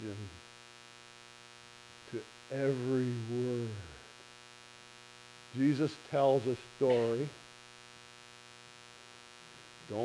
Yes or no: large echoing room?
yes